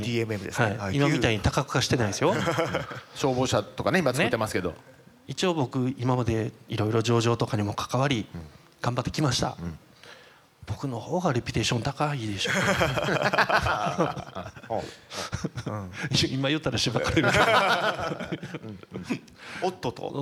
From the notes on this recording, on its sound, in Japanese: FGNで行われた公開収録の後編をお送りします。